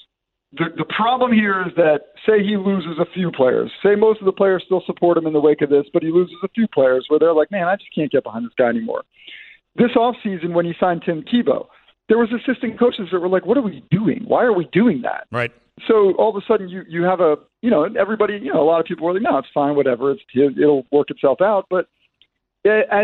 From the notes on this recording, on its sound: Plus, we open the phones.